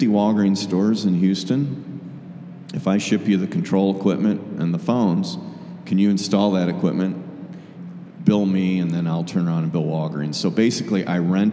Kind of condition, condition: setting, live audience